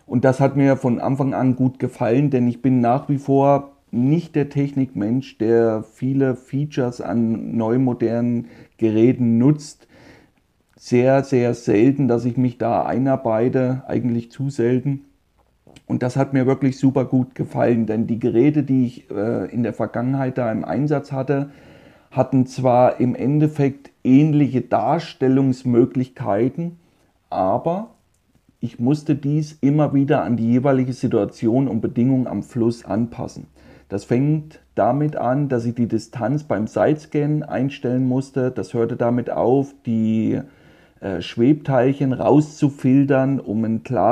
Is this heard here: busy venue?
no